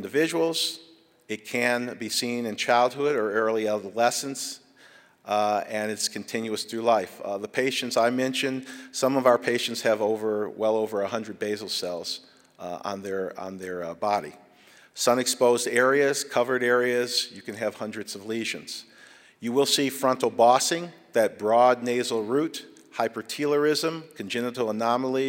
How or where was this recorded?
large echoing room